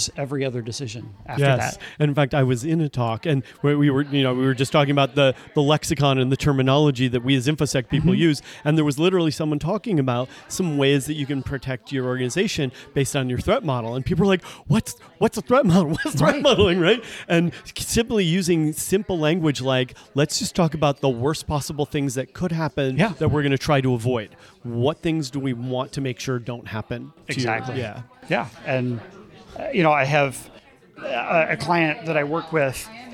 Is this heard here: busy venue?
yes